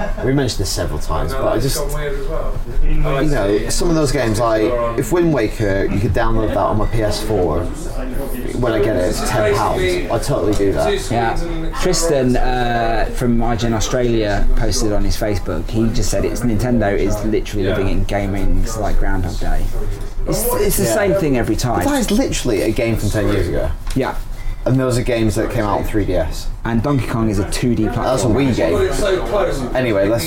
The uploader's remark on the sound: Headed down to London's finest video game hangout, the Loading bar in Soho for a special live podcast. It's a little bit noisy, but you can make out most of what we're rambling on about.